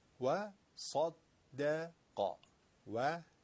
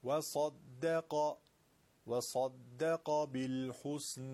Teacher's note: ص درشت تفخیم، دال نازک، قاف درشت